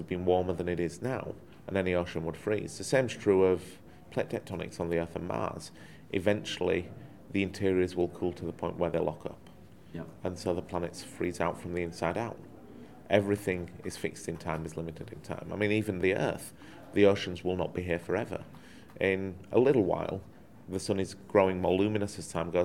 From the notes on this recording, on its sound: We caught up at the Australian Space Research Conference